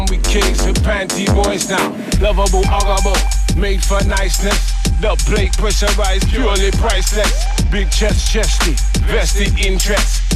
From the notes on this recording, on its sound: COSMIC FM. Live aus der Sommerbar im Salzhaus.